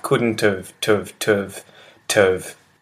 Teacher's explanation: So it's almost like you literally say couldn't and then you just touch on the V sound in have